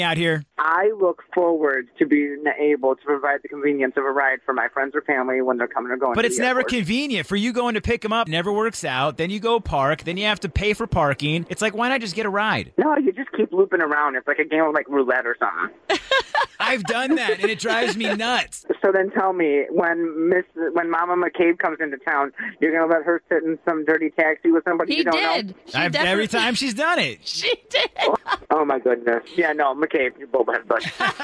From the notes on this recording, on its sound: They also asked people to call